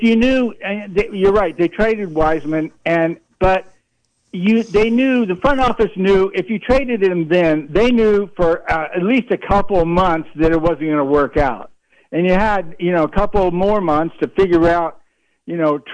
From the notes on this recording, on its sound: An hour of community call ins about all things sports.